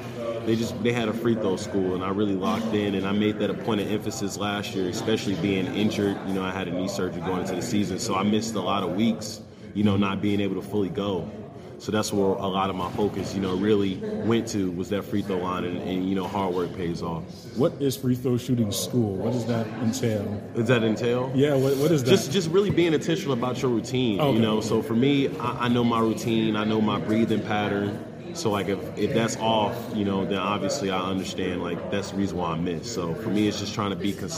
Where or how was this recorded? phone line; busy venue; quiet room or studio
busy venue